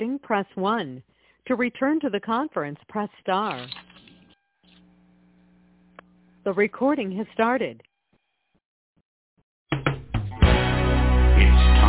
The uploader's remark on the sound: TNTSuperfantastic Conference Call.